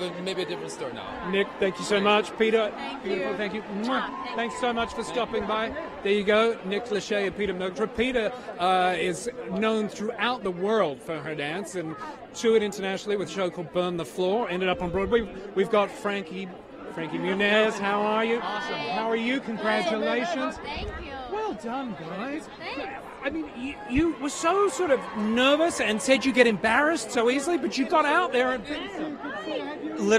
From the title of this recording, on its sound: On the Red Carpet at Dancing With The Stars